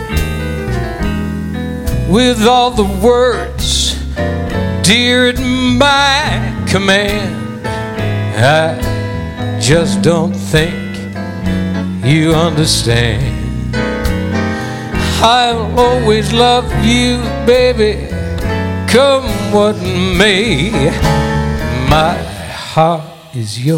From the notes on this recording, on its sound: Live at the South Point Casino